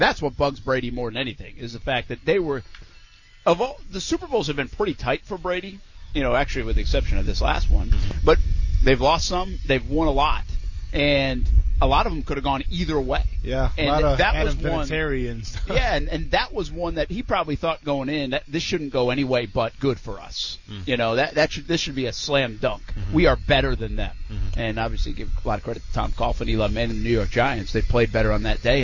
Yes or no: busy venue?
yes